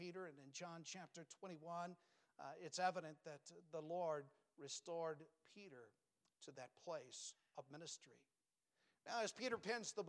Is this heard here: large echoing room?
yes